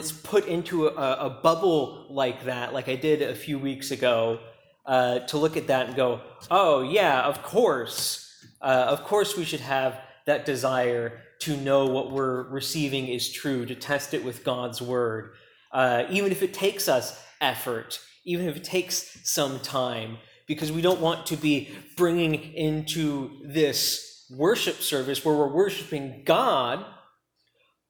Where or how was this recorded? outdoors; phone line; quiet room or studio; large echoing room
large echoing room